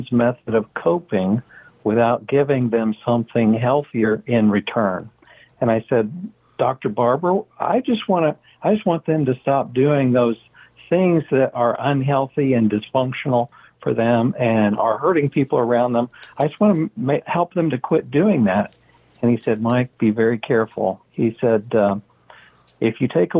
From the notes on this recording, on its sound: In the 3rd hour we have a call in guest